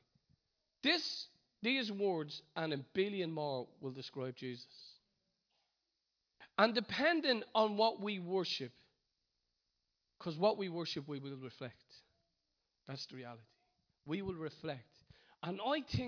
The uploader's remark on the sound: Recorded live in Liberty Church in Bray